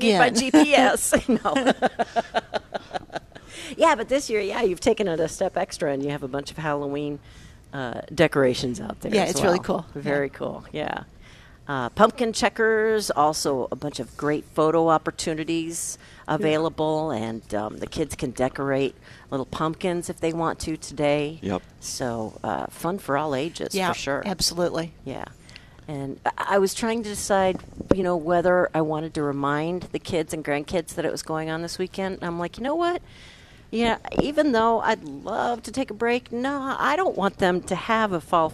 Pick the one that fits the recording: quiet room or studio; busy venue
busy venue